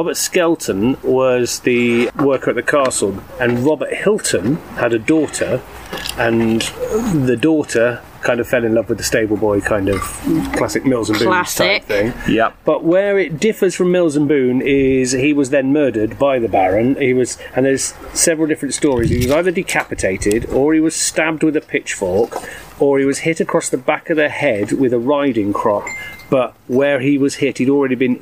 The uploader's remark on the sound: Back garden on the hottest day of the year. Which does mean we have a few added sound effects like dogs barking, ship's fog.